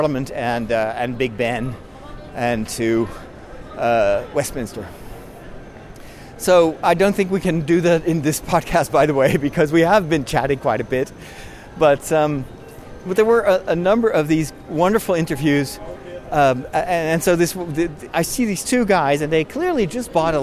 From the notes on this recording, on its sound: I walk from Leadenhall Market over the London Bridge to Borough Market